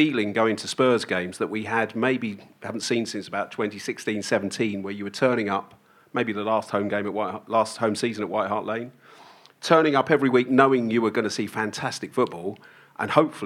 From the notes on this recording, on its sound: live at The Albany in Great Portland Street